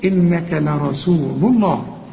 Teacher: اللام انت عارف ما دام مضمومة يبقى لفظ الجلالة هنا مفخم